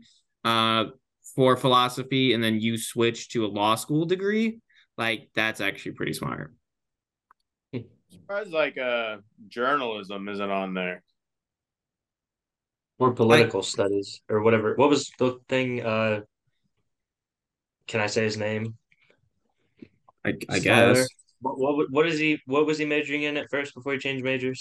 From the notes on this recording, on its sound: First Virtual Podcast. Join us on this episode as we try to figure out how to work Zoom.